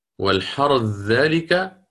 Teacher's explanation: فحينها للإدغام الكبير للسوسي الثاء في الذال · Term: الإدغام الكبير